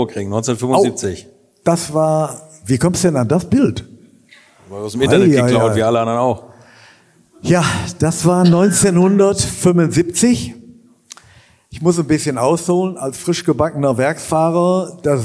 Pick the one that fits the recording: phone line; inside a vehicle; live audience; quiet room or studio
live audience